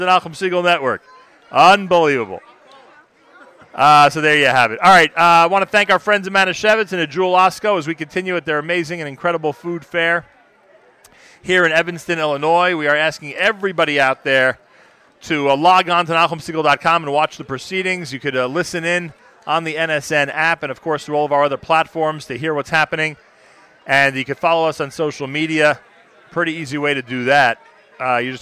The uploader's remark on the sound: Live Remote Alert! Manischewitz Presents the Nachum Segal Network Live from the 3rd Annual Taste of Kosher Foo